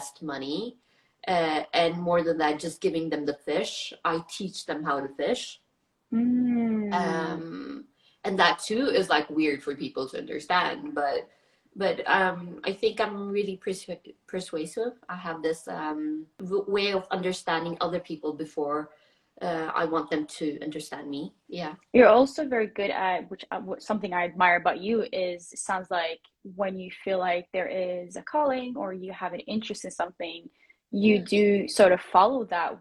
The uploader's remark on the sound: This was an IG Live talk that turned into a podcast.